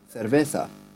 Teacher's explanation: where the C is pronounced more as a th